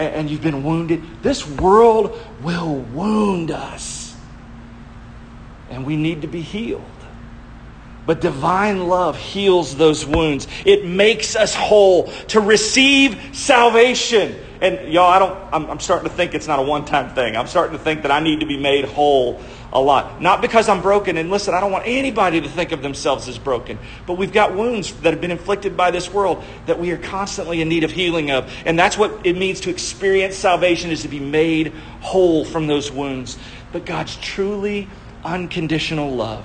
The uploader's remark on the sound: shared live at Eternal Hope Church in Mary Esther, FL